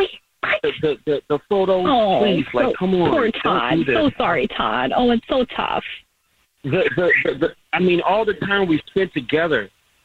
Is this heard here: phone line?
yes